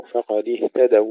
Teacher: نفصل التاء عن الدال مع فتح الدال جيدا وسكون الواو